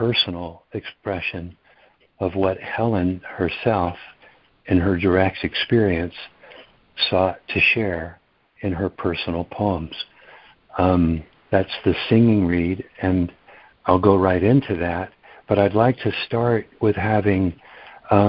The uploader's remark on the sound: ACIM Daily Conference Call